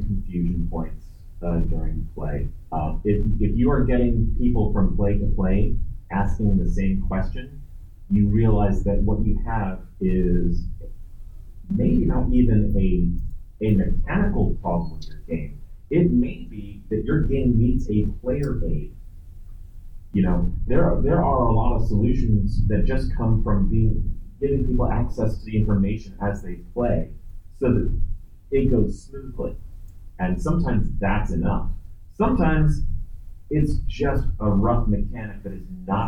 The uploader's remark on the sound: Recorded at Metatopia 2023